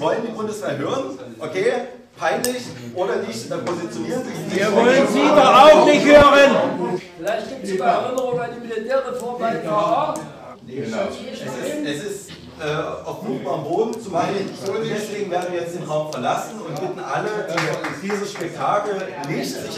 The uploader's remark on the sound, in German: Veranstaltungsmitschnitt